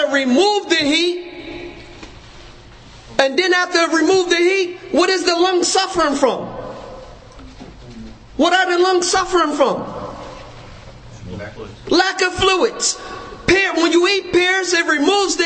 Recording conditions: large echoing room